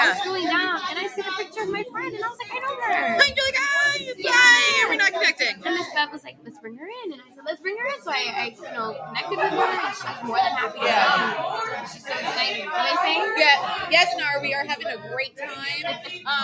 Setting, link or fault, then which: setting, live audience